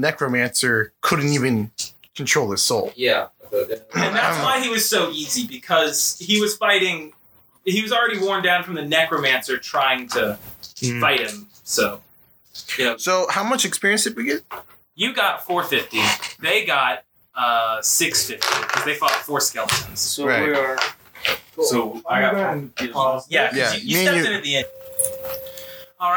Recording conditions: poor sound quality